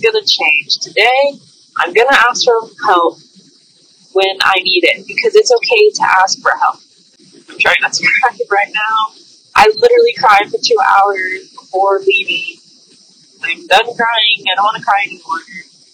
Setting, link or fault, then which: fault, poor sound quality